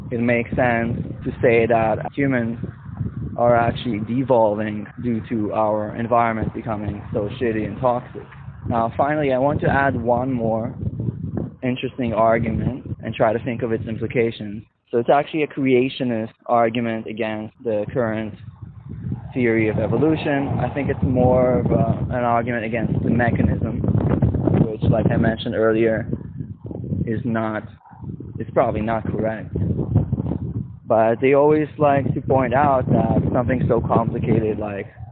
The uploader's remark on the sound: Shitty wind ruining my recording.